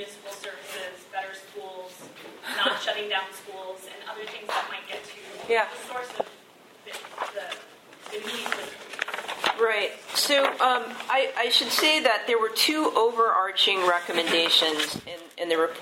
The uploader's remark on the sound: Keynote address for the University of Chicago Law School Legal Forum Symposium 2015